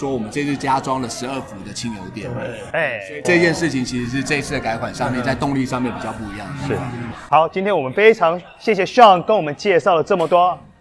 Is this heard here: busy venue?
yes